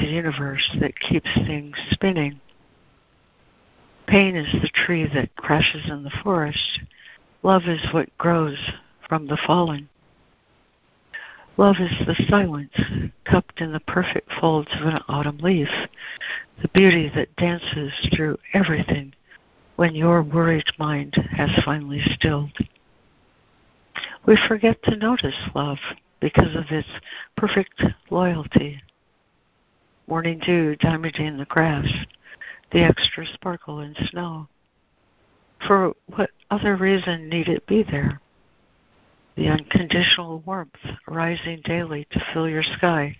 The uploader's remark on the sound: ACIM Daily Conference Call